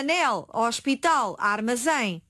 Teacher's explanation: Tem um acento tónico na última sílaba. · Term: palavras agudas